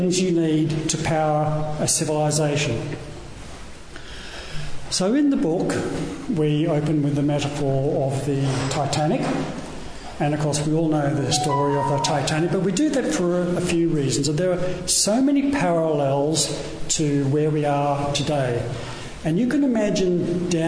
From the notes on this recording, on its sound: Recorded at Thor's Hammer in Canberra, 4th July 2023. In this seminar. Recorded at Thor's Hammer in Canberra.